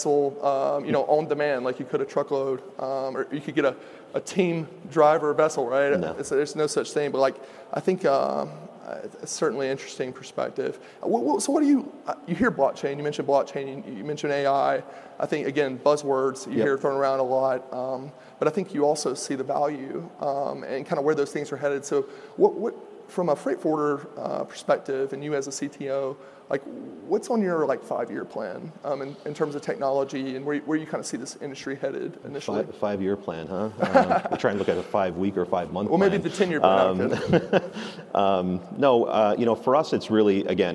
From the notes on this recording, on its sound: At FreightWaves LIVE: Chicago